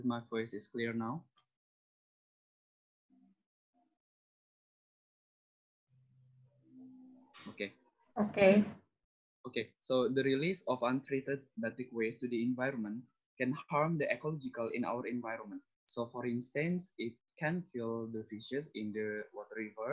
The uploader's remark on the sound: zoom meeting